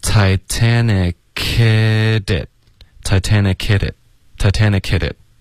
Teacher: hit 的 t 呢也会浊化成一个 d 的音，然后就变成 hitit， hitit。所以三个字连着说是 Titanic-ed-it Titanic-ed-it Titanic-ed-itOK，所以是 Kid-it 的一个连读，是 Kid-it，嗯 Kid-itTitanic-ed-it，对 Titanic-ed-itTitanic-ed-it，对，所以就是听起来就是完全不一样了。 Hit it · Titanic 这个科跟 hit 的这个 h 呢，两个连发的时候呢，你就听不到这个 h 的音了